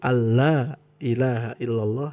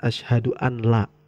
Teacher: ada kaidah cara membaca nun mati bertemu huruf lam dengan idgham · Shown in: first take